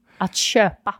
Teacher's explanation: I think the k-ö is a sh sound